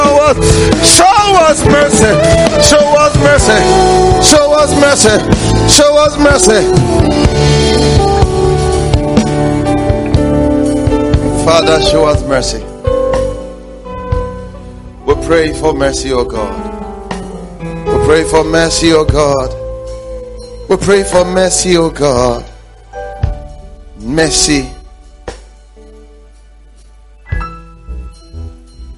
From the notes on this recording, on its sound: preached at The Faithlife Church, Ghana-Tema Community 3 Site